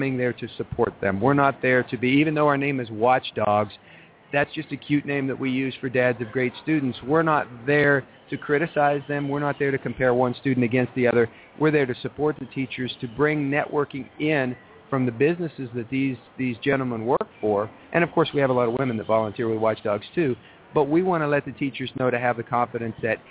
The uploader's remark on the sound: We will be broadcasting LIVE from the SDE Conference in Las Vegas.